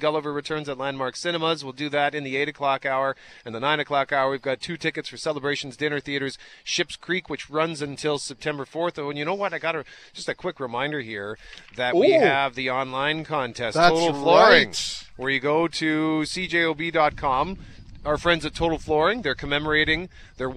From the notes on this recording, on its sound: LIVE from the Centreport Canada Rail Park Manitoba Open at Southwood Golf & Country Club!